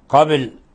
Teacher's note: ولنلاحظ قلقلة الباء قبل، وإذا وقفنا على قبل يجوز رومها، قبل حركة خفيفة إشارة إلى الضم، لأنه لا يجوز أن نقف على الحروف المتحركة إلا بالسكون، لكن يجوز رومها، والروم هو الإتيان ببعض الحركة، والحركة الذاهبة أكثر من الباقية.